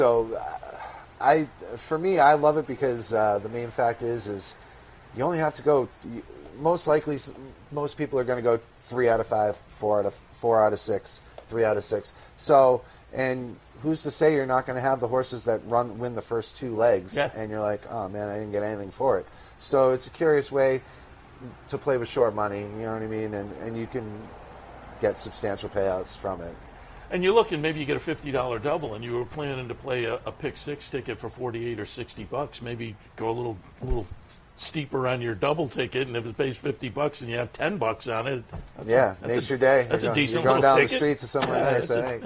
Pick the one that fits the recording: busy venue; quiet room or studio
busy venue